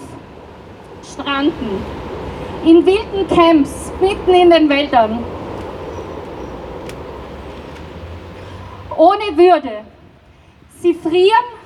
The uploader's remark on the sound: O-Ton Kundgebung „Bleiberecht für alle“. In Wien.